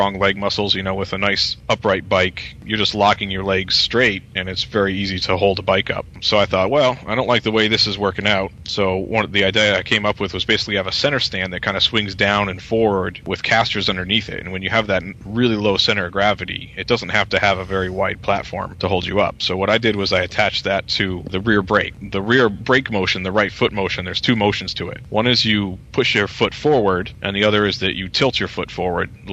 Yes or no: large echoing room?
no